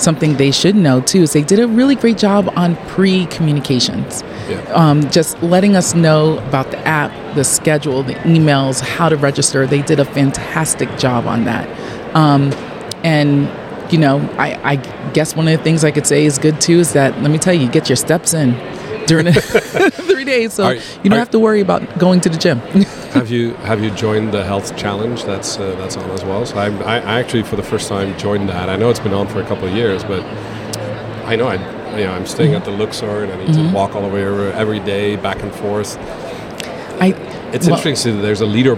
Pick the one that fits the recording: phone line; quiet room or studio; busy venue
busy venue